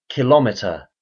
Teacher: Many scientists and other users, particularly in countries where the metric system is not widely used, use the pronunciation with stress on the second syllable.